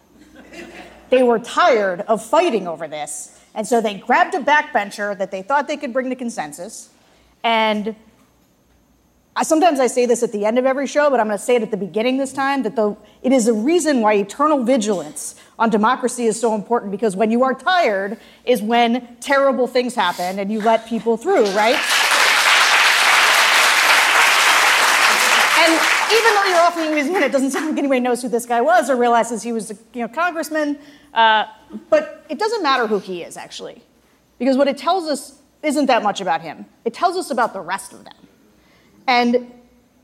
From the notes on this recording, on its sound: The Bulwark: Live from New Orleans. In The Big Easy.